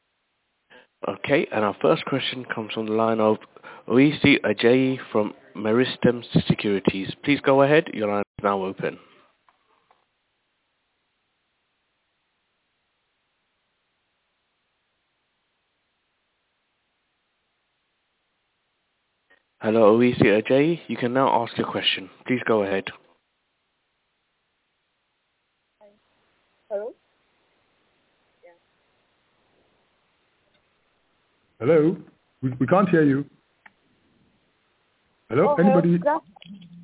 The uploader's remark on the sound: FY 2018 Investor and Analyst Conference Call by Union Bank.